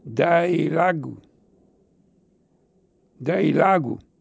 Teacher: non c'è traccia della R tra le due vocali e la parola termina in U